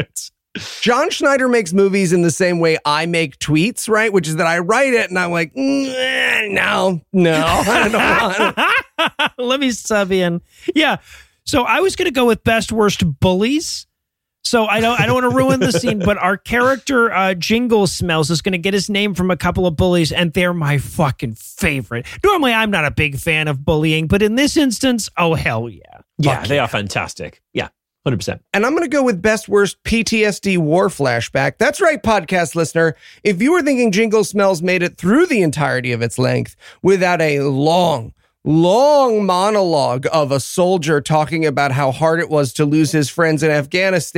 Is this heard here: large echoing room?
no